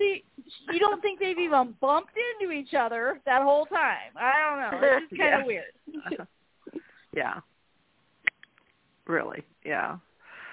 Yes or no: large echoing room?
no